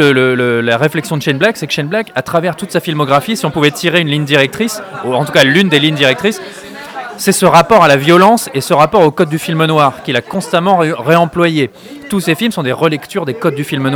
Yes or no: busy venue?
yes